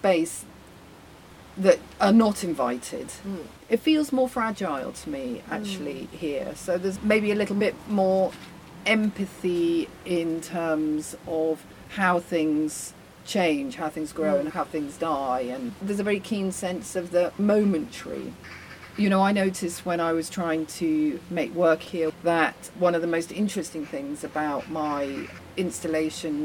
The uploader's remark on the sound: Recorded at the Bethnal Green Nature Reserve (Phytology). Recorded at the Bethnal Green Nature Reserve (Phytology).